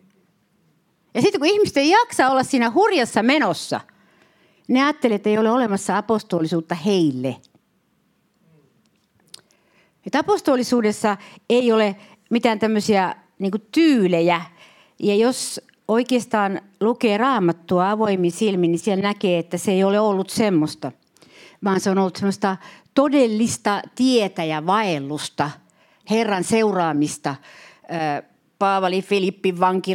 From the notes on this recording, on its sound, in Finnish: Saarna on nauhoitettu Jyväskylän Cityseurakunnassa